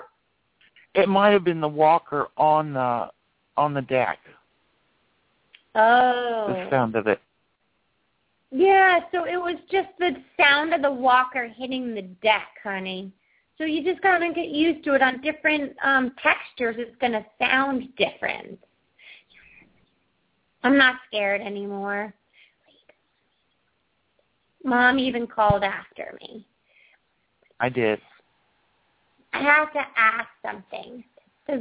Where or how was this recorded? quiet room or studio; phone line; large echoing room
phone line